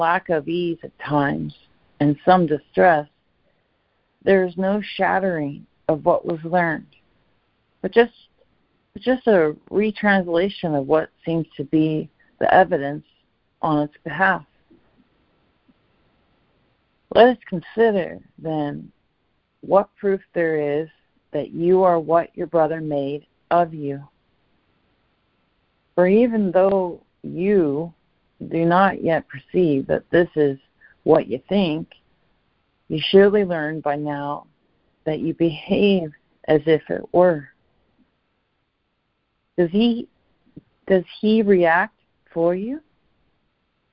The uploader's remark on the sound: ACIM Daily Conference Call.